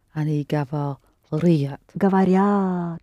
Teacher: Pronounce the R soft, please.